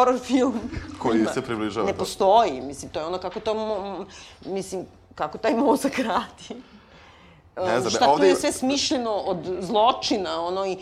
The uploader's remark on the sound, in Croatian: Snimanje pred publikom i razgovori nakon snimanja.